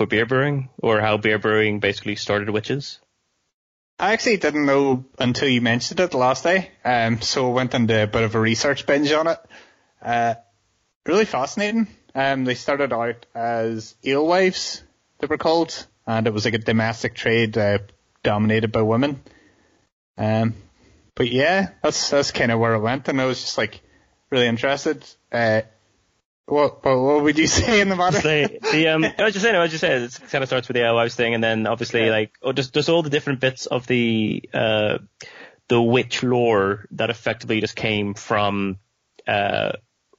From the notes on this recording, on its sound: via skype